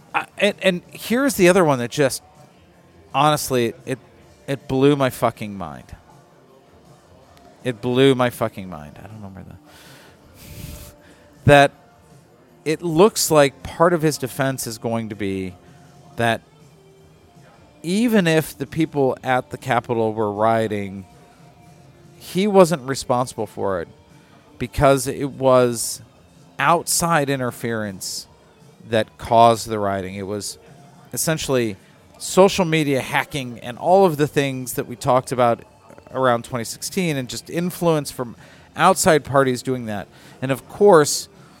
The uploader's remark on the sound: On this episode recorded at Begyle Brewing